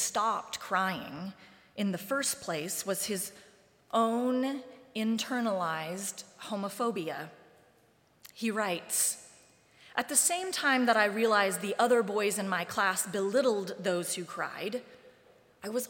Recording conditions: large echoing room